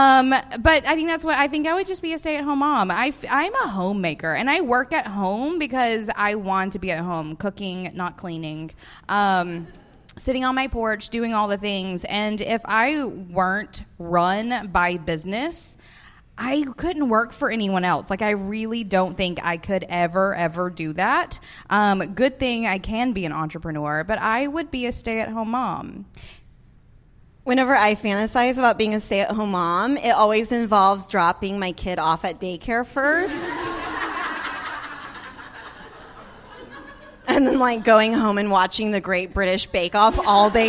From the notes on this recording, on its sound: Woo and Curiosities Live from NOLA. We're coming at you live from our podcast recording at Being Boss New Orleans!